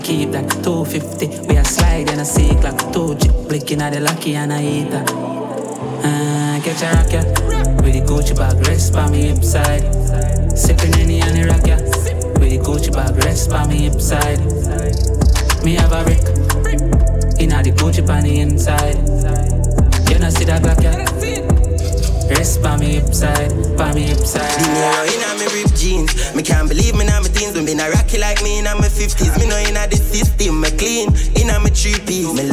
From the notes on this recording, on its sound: A live audio recording of my set at Island Saturdays on May 27th.